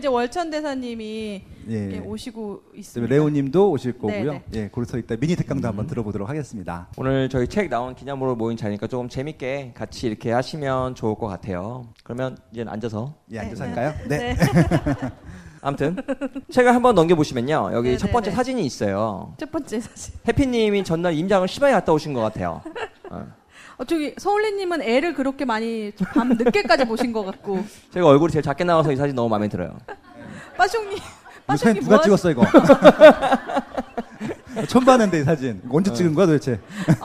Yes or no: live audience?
yes